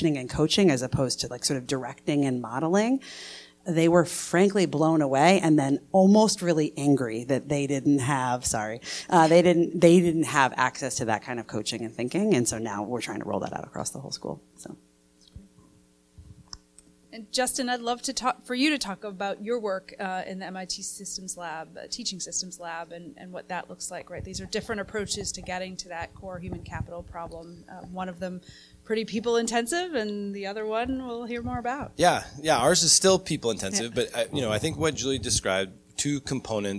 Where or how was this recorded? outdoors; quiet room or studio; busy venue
busy venue